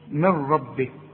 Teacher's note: النون بتخش في الراء إدغام كامل بدون غنة